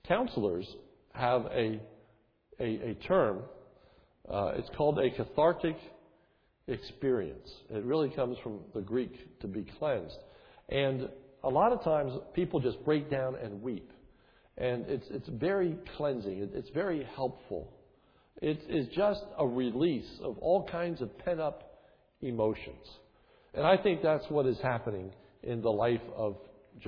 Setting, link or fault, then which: setting, large echoing room